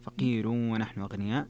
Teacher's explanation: فقير فيها ترقيق الراء لورش فقير ونحن أغنياء، وكذلك هنا ترك الغنة فقير ونحن أغنياء لخلف.